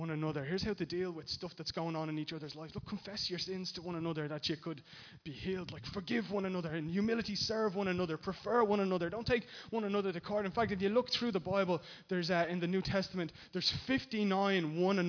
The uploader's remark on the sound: Recorded live in Liberty Church